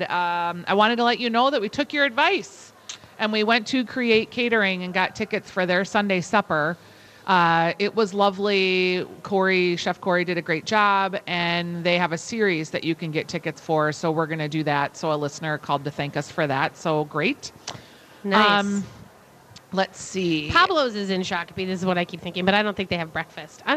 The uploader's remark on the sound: Live at Women's Expo